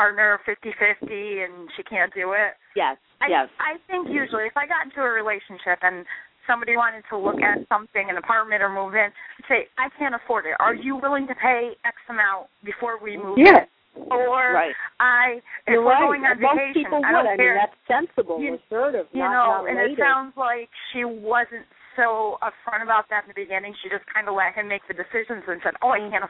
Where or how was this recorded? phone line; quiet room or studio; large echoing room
phone line